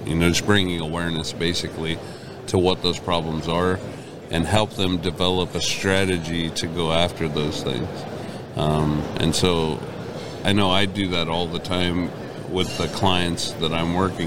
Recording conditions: busy venue